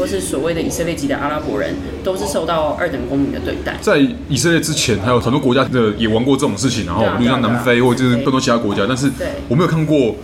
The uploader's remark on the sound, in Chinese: 本集白噪音指數：蚊風級 1/5。帶著老公及小女兒親臨錄音現場。錄音地點： The Gathering Cafe 齊客咖啡。